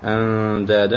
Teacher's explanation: النون ساكنة قبل الدال والإخفاء مع الغنة